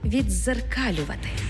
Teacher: У слові «віддзеркалювати» «ди» переходить у подовжений звук «дз»